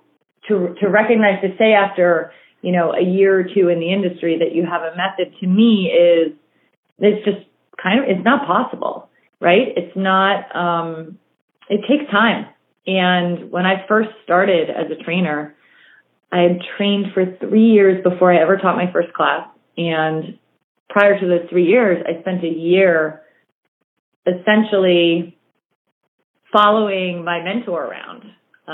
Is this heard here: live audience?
no